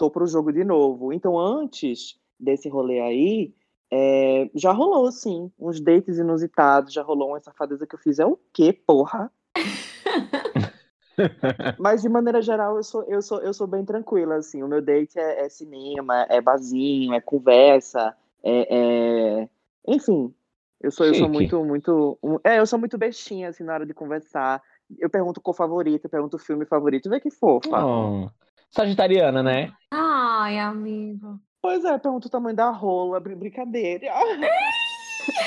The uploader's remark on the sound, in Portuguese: Esse episódio foi gravado remotamente